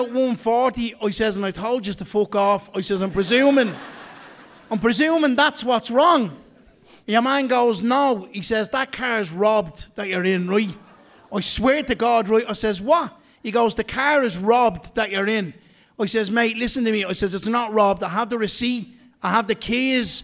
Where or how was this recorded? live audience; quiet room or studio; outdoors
live audience